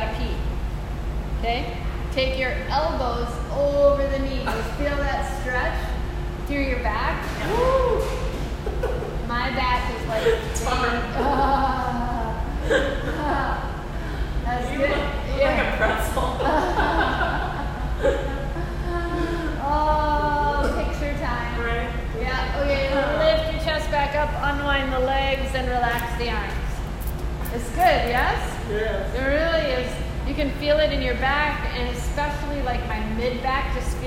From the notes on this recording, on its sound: This is a live excerpt of a recording during a corporate enrichment workshop for a group of employees.